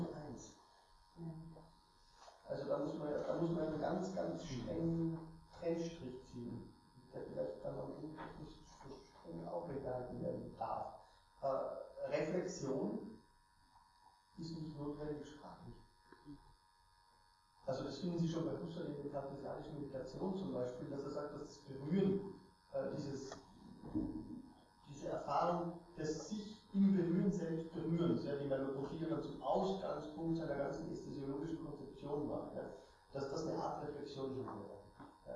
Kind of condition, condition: fault, poor sound quality